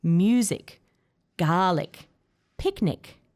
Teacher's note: these words all start with a stressed syllable? Music, garlic, picnic, and then end with an unstressed ick sound?